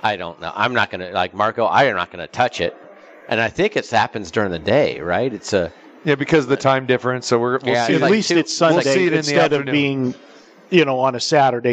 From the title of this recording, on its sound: Live from the Superbook at Westgate Las Vegas